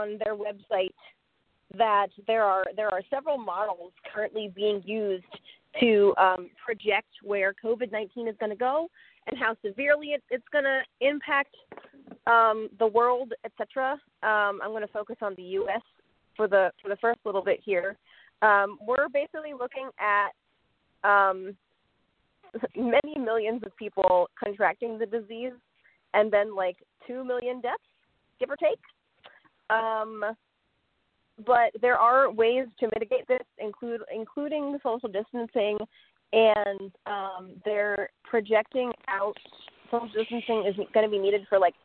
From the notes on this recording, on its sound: We are a call-in show and will be talking with merchants and others who have knowledge of the impact.